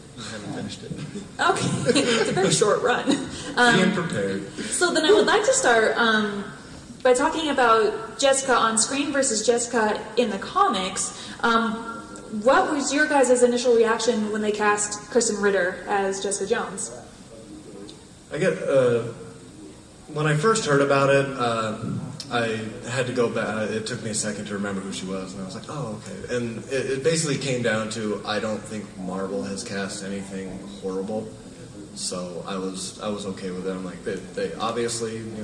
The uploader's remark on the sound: Panel FanX 2016